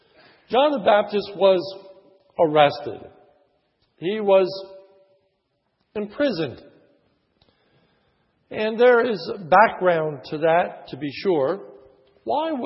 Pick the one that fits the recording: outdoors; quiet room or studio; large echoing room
large echoing room